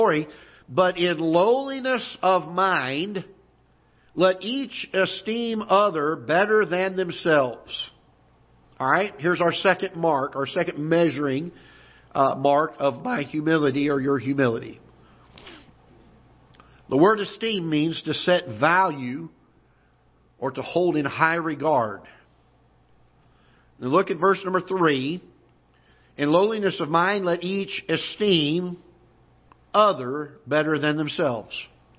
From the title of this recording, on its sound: Ketha Heights Baptist Church ~ Live Broadcast